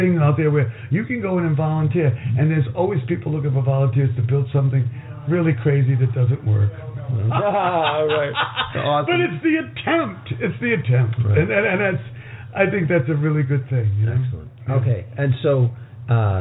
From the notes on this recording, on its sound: our lively "Firefly Willows Roundtable" goes on location at Burning Man Decompression